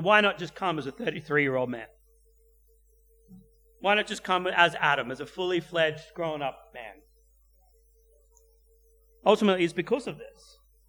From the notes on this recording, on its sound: at Clarence Valley Community Church, South Grafton